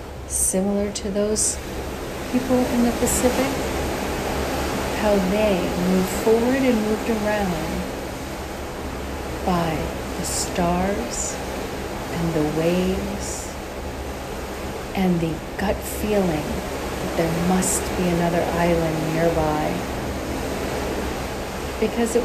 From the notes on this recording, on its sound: On Location Walk and Talk. Caribbean Mindfulness Tour: Oranjestad, Aruba.